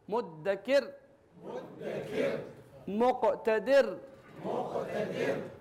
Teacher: هذا الراء يعتبر مرقق لأنه ساكن سكون عارض وما قبله كسر مباشرة